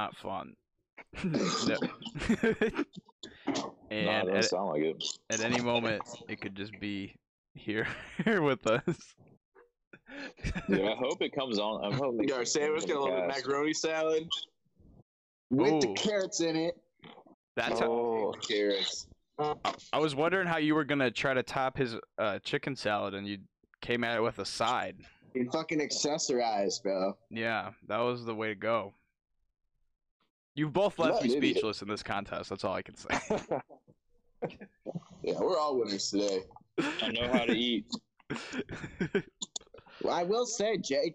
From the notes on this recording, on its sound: Skype in together. Two sandwiches were made and consumed on camera in this amazing quarantine energy filled podcast.